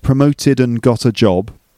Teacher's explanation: The connection between promoted and the word and, promoted and the d at the end of and gets cut.